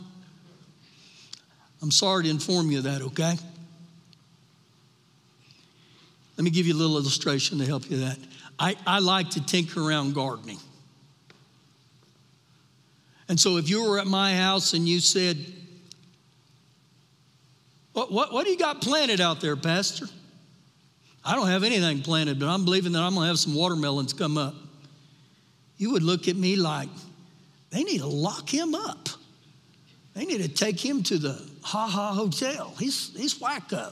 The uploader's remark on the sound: Recorded live during our Wednesday night service.